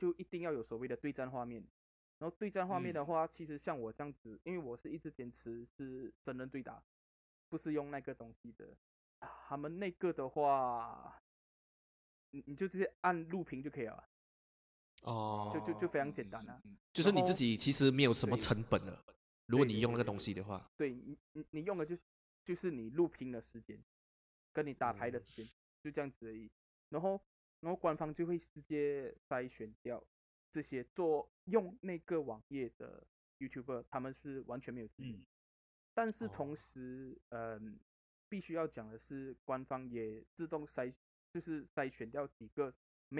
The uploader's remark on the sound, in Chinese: 這集音質處理很爛，會影響收聽品質，在此說聲抱歉！